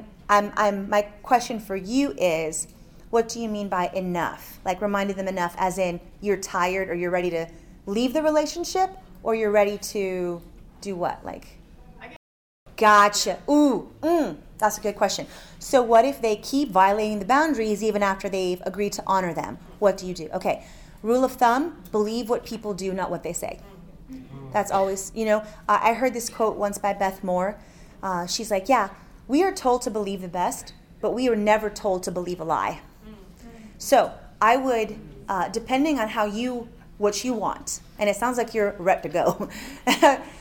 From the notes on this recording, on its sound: From the Faithwalkers Conference 2023 seminar